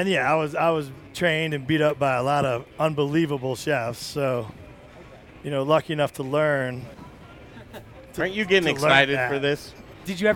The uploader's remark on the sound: Live in Telluride at the LittleHouse